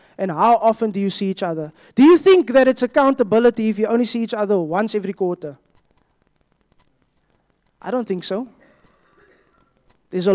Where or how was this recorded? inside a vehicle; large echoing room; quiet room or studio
large echoing room